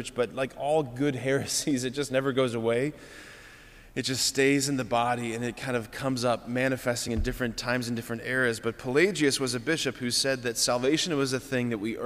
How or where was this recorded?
large echoing room